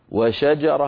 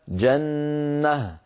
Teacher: كذلك الأمر بالنسبة إلى المثال الذي نراه في أسفل اللوحة: جنة يوقف عليها جنة، نحذف تنوين النصب ونحول التاء إلى هاء ونقف على هاء ساكنة